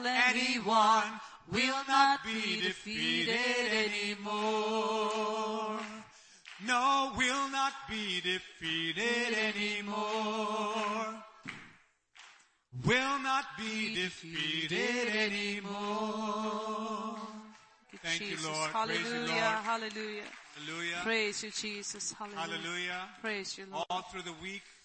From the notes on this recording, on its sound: ELBIM Church Sunday LIVE Stream Audio.